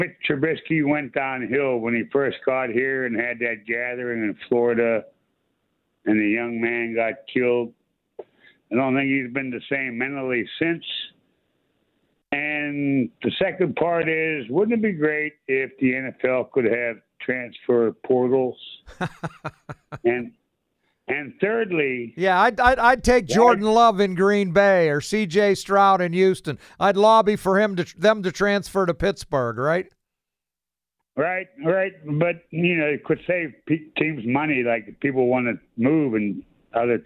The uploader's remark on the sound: Callers want to discuss